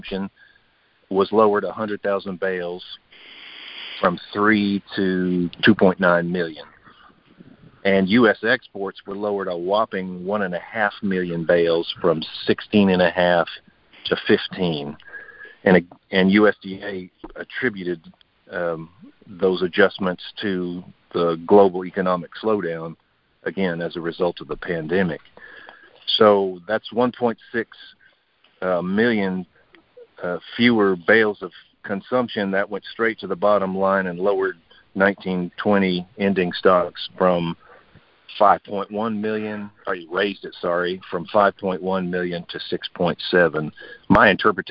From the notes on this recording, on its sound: Monthly Conference Call.